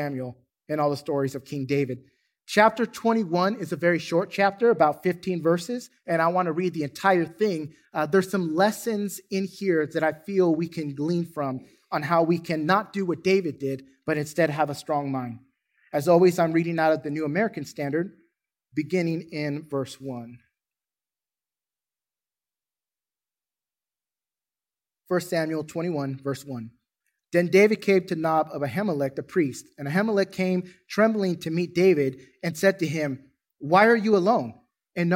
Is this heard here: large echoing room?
yes